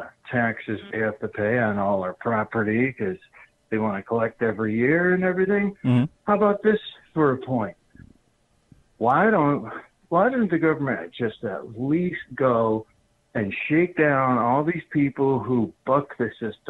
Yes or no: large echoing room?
no